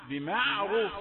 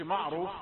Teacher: ميم رقيقة وعين رقيقة. الراء مفخمة · Shown in: first take